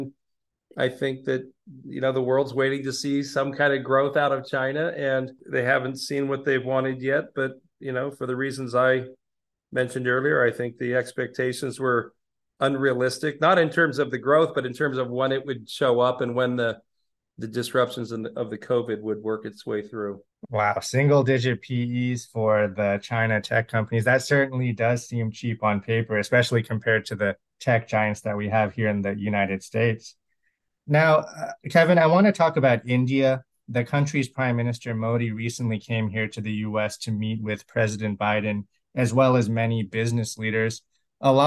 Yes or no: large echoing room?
no